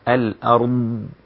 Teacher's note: الضاد لابد أن تثبت فيها صفة الاستطالة